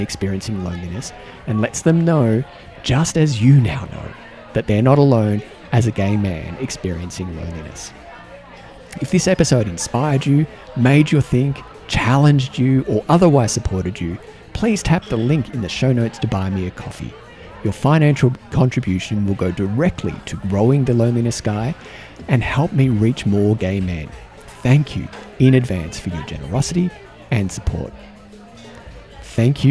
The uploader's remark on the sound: Sounds recorded with permission at Prefab Eatery, Wellington